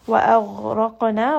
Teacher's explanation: وأغرقنا، غين is going to have a heaviness because it is part of خصة ضغط القلب. وأغرقنا، را is going to be heavy because it has a فتحة.